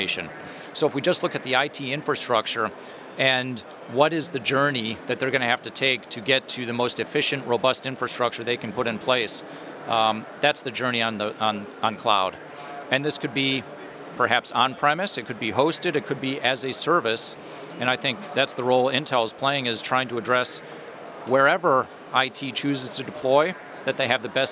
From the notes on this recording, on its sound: Live from HP Discover. In this archive of a livecast from HP Discover.